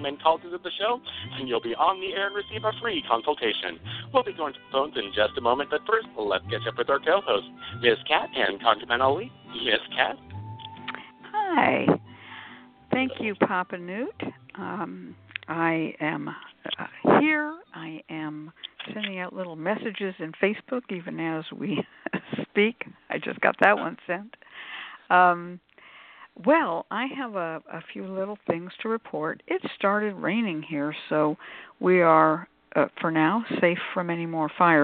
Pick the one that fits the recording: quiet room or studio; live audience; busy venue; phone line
phone line